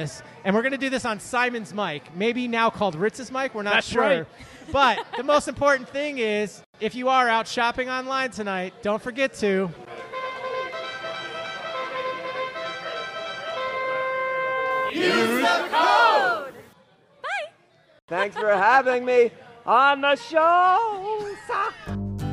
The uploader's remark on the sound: LIVE in Syracuse, NY at La Cheeserie Night Part Deux for the Syracuse Mets. Multiple Littles who came out to attend the game.